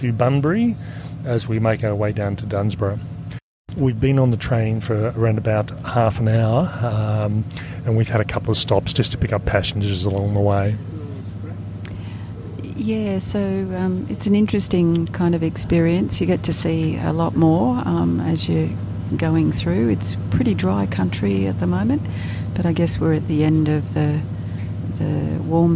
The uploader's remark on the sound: Includes recordings from the first 1/3 of this 123km trail and provides a real time overview of our on trail experience.